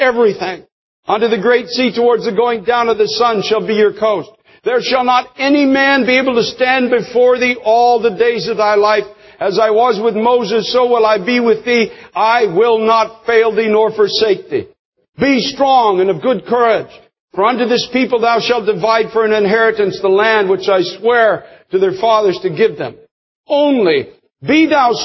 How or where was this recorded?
large echoing room